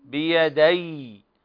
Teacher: لابد من تشديد الياء مع بيان صفة الرخاوة فيها يعني يجري فيها الصوت بيدي هكذا بيدي طبعا مشددة بيدي فالفتحة تحذف وقفا ويحول فيها